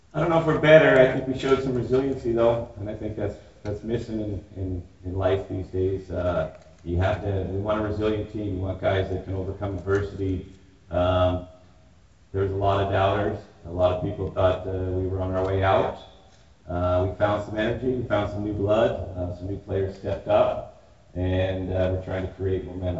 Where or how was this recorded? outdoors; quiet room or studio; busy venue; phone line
busy venue